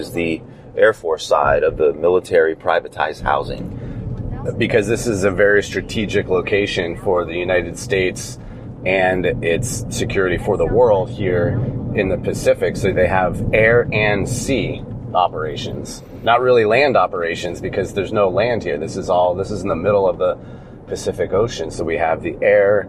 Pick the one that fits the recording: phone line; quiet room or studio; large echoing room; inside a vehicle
inside a vehicle